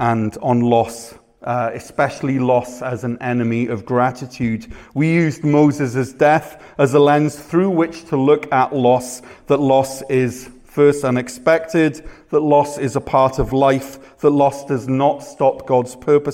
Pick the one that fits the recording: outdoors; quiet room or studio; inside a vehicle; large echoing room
large echoing room